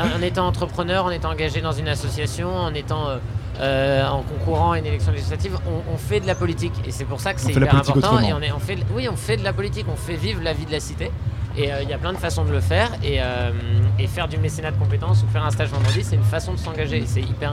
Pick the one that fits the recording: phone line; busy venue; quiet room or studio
busy venue